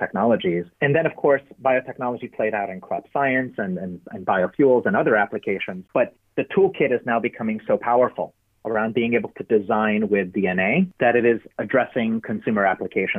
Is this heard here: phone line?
yes